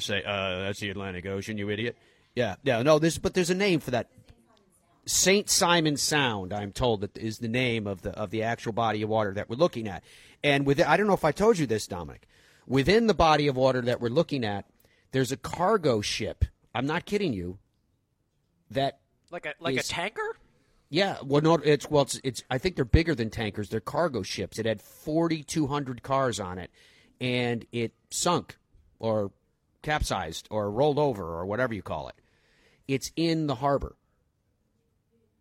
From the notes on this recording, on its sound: broadcasts live from Sea Island at the RSM Classic